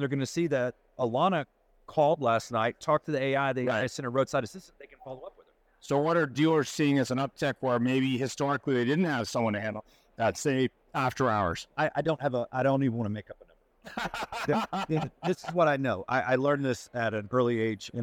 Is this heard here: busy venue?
yes